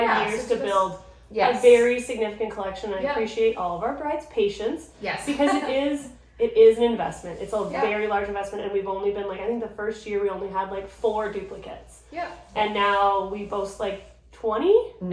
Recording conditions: poor microphone